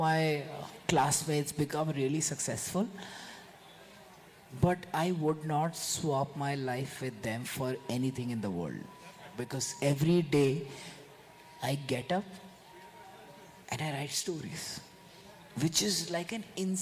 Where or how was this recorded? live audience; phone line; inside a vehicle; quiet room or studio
live audience